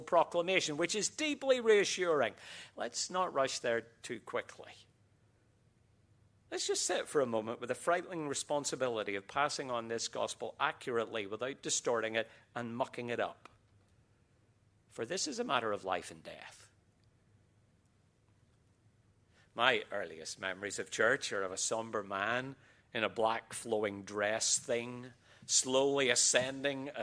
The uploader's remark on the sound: QTC Chapel Service